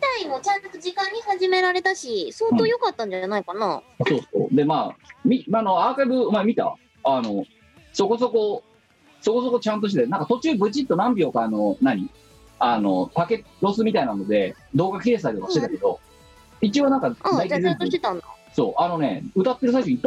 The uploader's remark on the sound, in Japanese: 本番組はリモート収録です。収録時環境の影響により、聴き取り辛い部分があります。